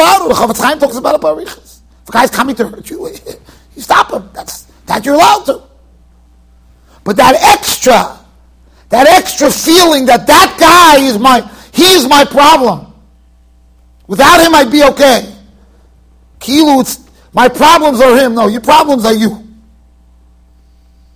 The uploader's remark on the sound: Shiur recorded in Yeshivas Ohr Reuven, Monsey NY.